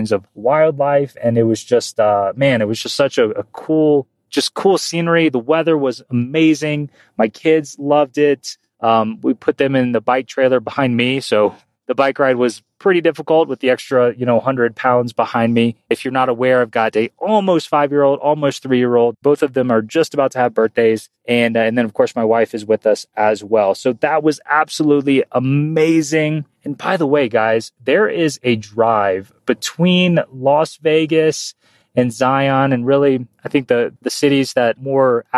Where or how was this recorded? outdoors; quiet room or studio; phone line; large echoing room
outdoors